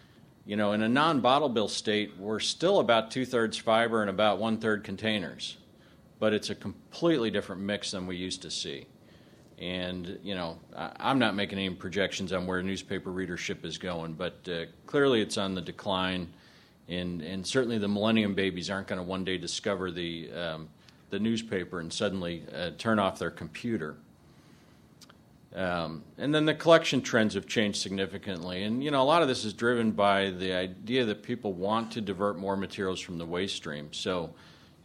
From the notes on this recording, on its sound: This podcast is an excerpt from a presentation. At a session titled Adjusting MRFs to Changing Streams during the 2010 Paper Recycling Conference & Trade Show in June.